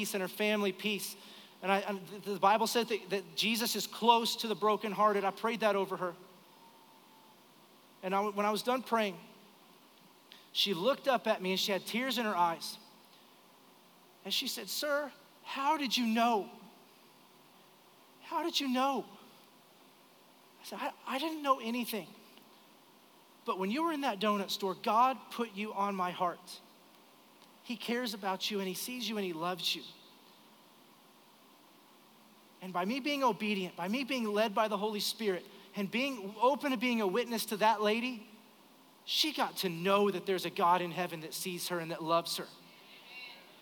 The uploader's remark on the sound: Recorded live during our Sunday morning service